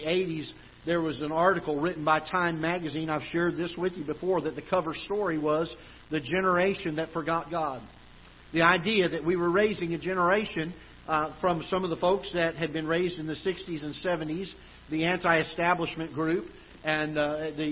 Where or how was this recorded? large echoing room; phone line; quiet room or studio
large echoing room